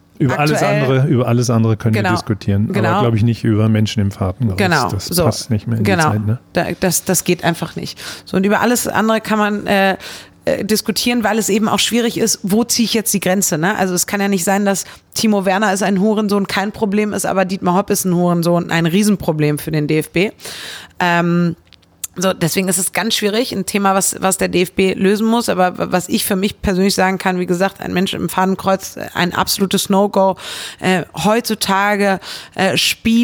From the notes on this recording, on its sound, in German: turi2 hat den Podcast Anfang März in der Fußballkneipe Lotta in Köln aufgezeichnet.